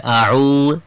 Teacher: খেয়াল করো যারা শুনছো তোমরাও খেয়াল করো আউযু বলা যাবে না আউযু জিব্বার আগা এবং সামনের উপরের দুই দাঁতের আগা লাগিয়ে নরম করে বলতে হবে